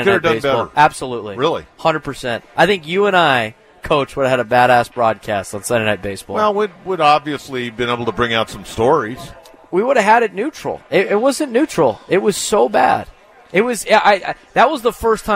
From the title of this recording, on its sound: Live from The Loft at Petco Park